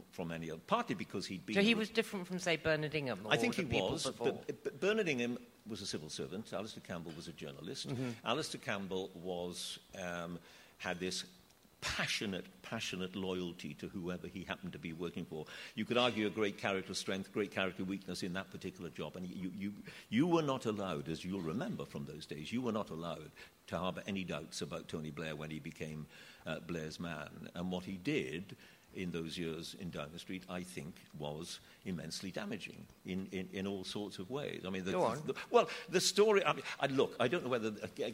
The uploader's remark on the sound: Recorded live at The Tabernacle in London.